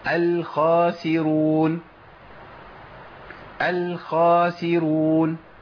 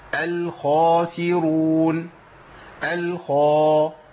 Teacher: الصفة الغالبة عليها اللي لازم تبان قوي هي صفة التفخيم · Shown in: second take · لأن لو راحت صفة التفخيم الخاء دي هتبقى ضعيفة جدا.